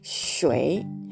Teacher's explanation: sh という音はですね、舌を口の中で反り上げて、その両脇から、下の両脇から息を漏らす感じで発音します